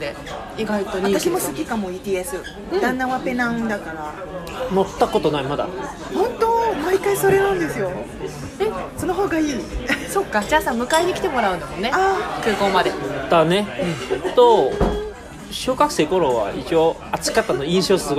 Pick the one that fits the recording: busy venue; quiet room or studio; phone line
busy venue